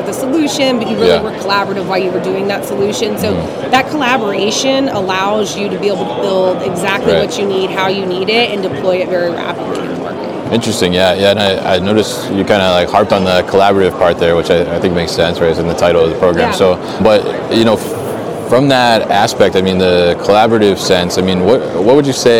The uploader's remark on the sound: Live from Manifest 2023 in the Pitney Bowes booth